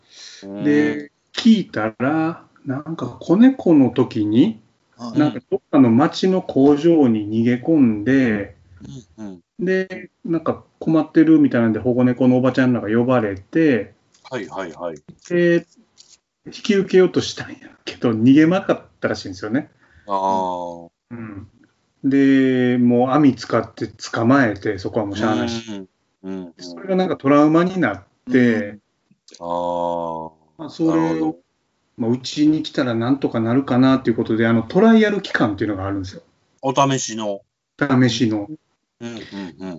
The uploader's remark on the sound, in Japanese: 自粛期間中のオンライン飲み会を収録してみました。酔っ払いのダダ喋り。